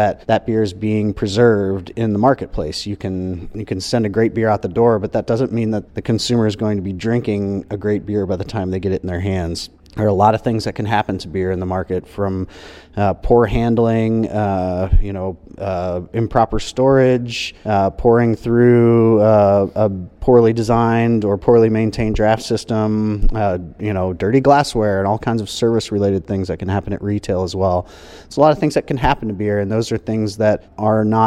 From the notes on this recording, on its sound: While he was in Washington DC at Brewers Association Conference.